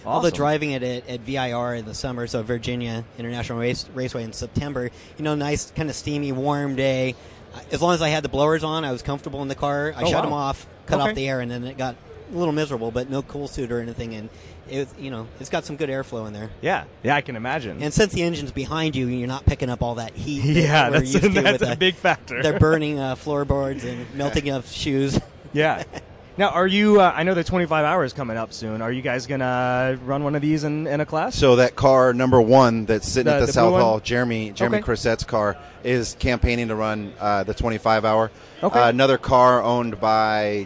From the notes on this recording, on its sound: live from the 2015 SEMA show